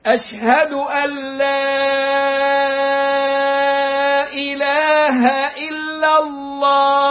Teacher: وبعدين لا فيها ألف، لام ألف، إله همزة، حرف المد في كلمة والهمز في كلمة في أحكام التلاوة اسمه مد منفصل، يمد بمقدار أربع أو خمس حركات، وإذا كان في كلمة التوحيد يمد مدا معنويا ست حركات، المبالغة في النفي للتعظيم.